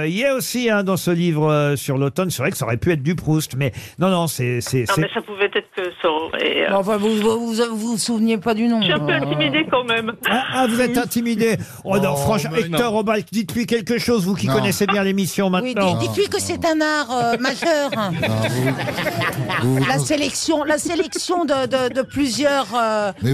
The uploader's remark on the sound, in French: était au téléphone des Grosses Têtes ce 5 octobre 2023.